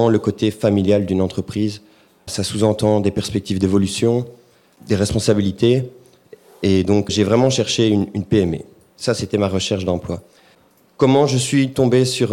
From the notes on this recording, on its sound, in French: Transforma accueillait le festival du podcast #PodBxl, organisé par The Podcast Factory Org en collaboration avec BadGeek. Pour l’occasion nous avons enregistré un épisode spécial de Meet The Transformers, en live !